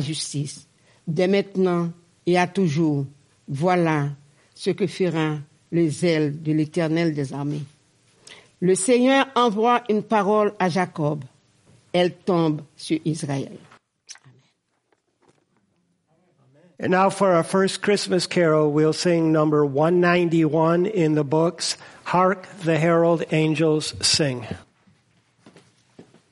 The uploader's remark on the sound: First Congregational Church of Clinton, MA -- Christmas Eve Service